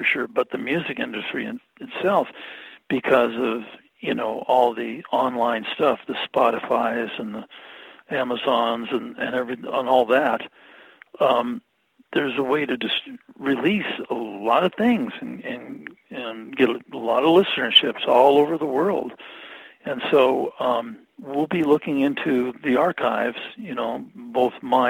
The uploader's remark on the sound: I spoke to him about that by phone.